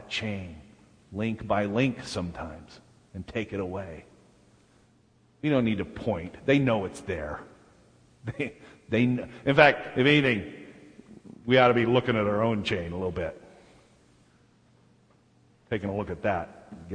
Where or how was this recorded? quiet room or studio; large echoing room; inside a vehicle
large echoing room